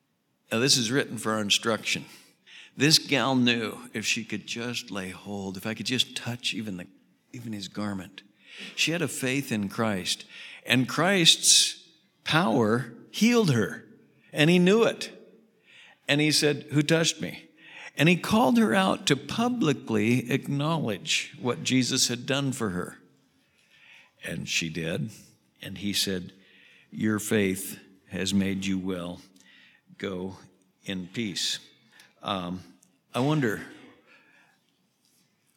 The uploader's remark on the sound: Southwest Bible Church in Beaverton Oregon